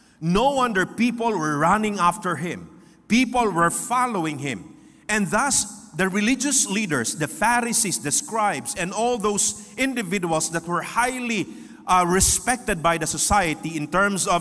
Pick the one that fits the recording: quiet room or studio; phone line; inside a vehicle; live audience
live audience